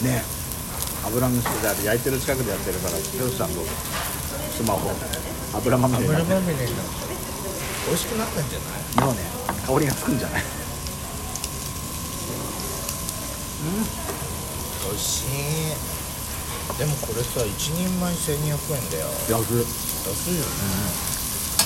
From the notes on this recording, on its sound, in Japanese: ジュージュー音が激しいです。2人組。ランチ収録 #焼肉ASMR的な。